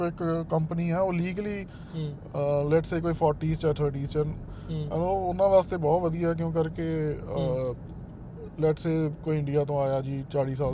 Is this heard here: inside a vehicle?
yes